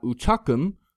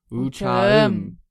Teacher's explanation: that K changes to a silent G. · Shown in: second take